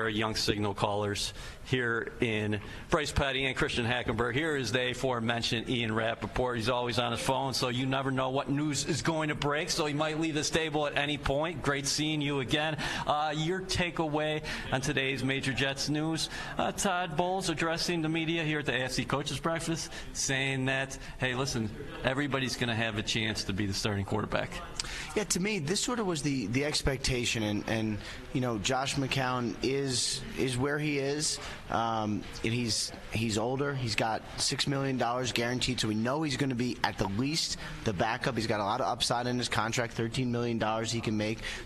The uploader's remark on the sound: Live at the League Meetings